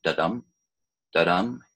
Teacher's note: an unstressed followed by a stress, da-dum, da-dum, is an iamb. And if you have five of those in a line, it's da-dum.